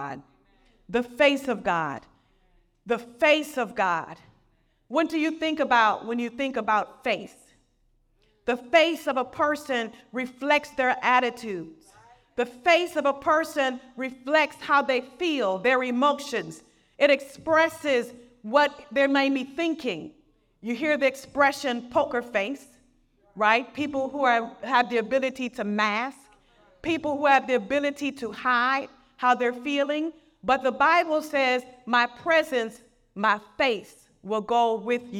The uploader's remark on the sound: Message excerpt from Bethesda Women's Conference in Missouri